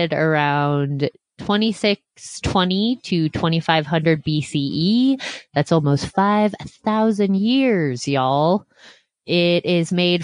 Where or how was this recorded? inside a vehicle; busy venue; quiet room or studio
quiet room or studio